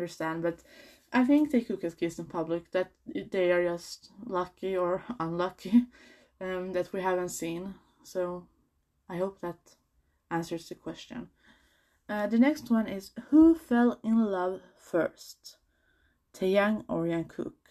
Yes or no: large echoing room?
no